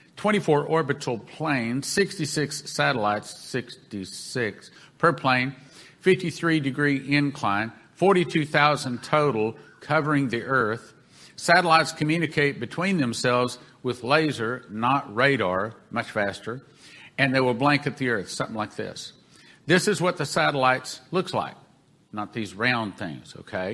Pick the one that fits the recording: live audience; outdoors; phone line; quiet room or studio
live audience